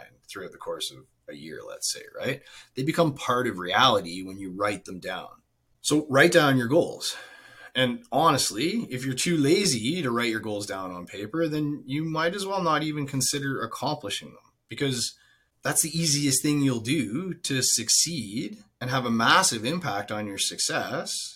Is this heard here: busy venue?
no